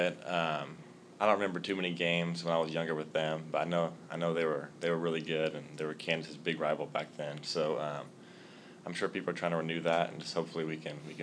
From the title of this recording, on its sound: Press Conferences & Post-Game Interviews